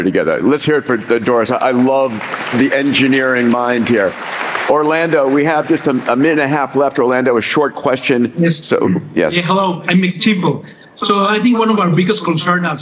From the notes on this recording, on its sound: In this Q&A session during this year’s Abundance360 summit